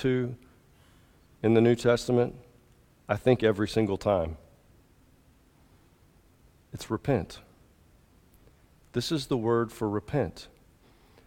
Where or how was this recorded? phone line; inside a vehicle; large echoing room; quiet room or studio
large echoing room